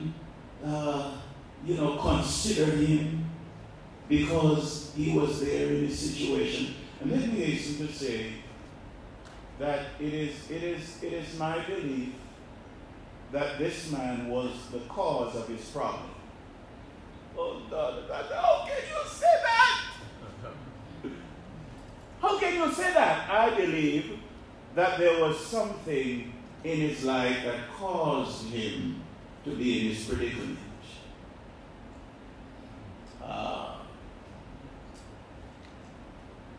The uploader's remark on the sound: This sermon was preached at the Bovoni Baptist Church